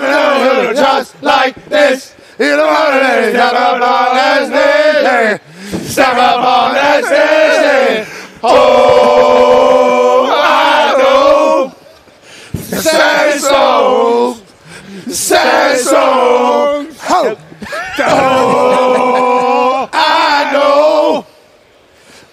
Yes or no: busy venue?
yes